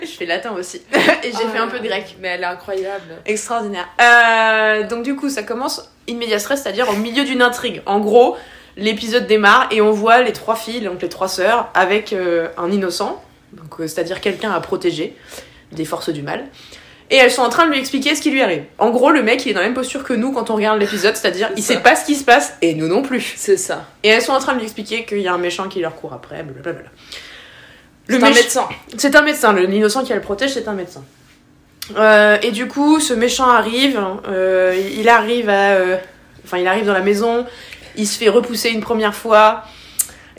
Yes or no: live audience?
no